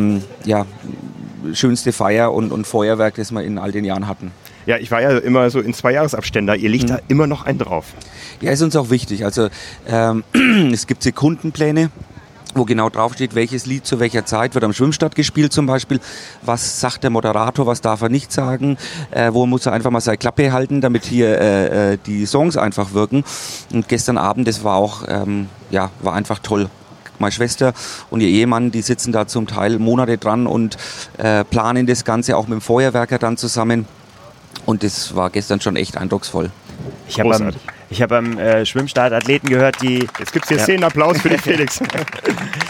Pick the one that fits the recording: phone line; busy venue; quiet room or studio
busy venue